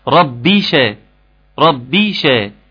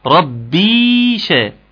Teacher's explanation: بتنتقل من الباء المكسوره للشين المفتوحه · Shown in: first take